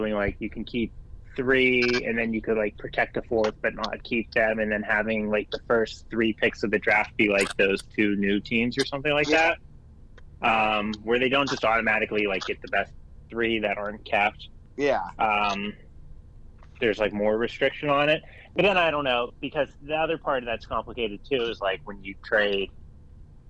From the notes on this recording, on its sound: Sorry about the audio in this one.